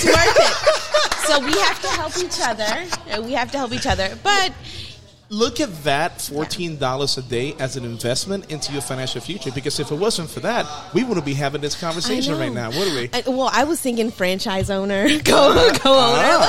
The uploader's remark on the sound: This show was recorded on location at the Cafe Don Juan in Winter Park, FL. While getting ready to record we caught the attention of a patron.